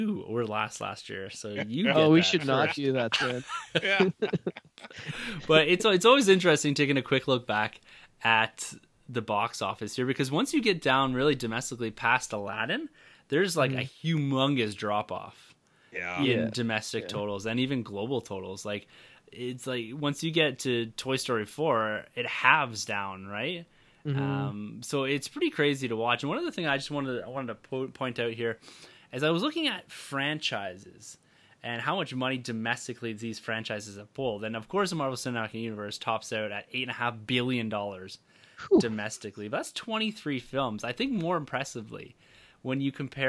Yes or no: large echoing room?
no